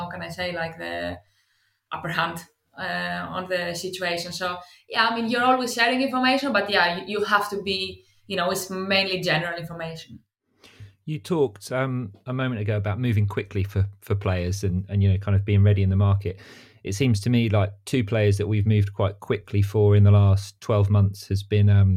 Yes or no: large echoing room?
no